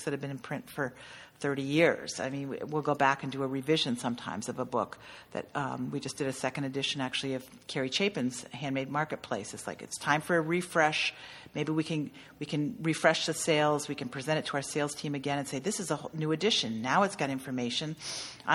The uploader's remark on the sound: We recorded this podcast at Craftcation 2015 in Ventura, California.